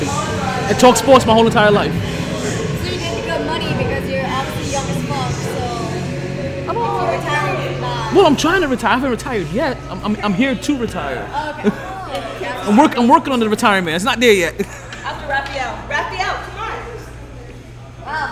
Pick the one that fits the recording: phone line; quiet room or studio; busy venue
busy venue